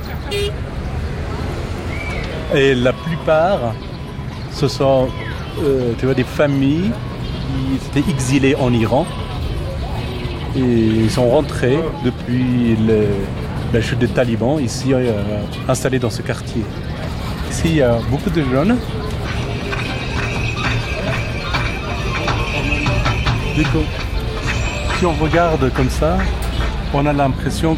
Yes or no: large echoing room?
no